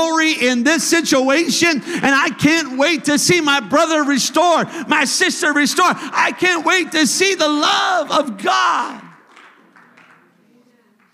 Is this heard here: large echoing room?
yes